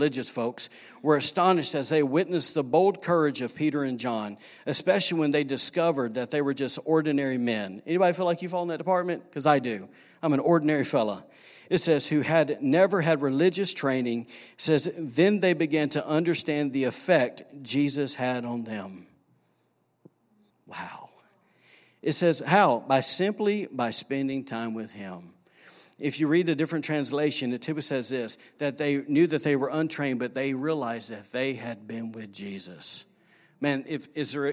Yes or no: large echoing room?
yes